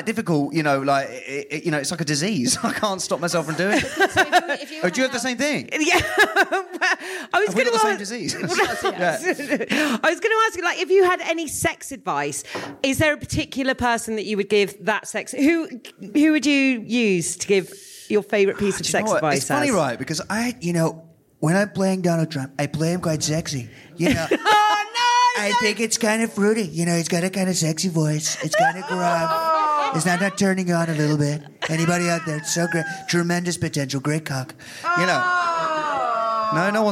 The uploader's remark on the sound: live at The Phenic Arts Club in London.